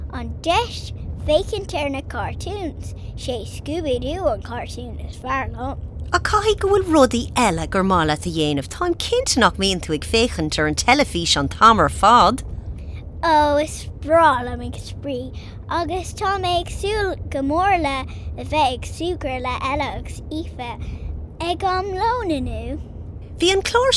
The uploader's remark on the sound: conversation in the car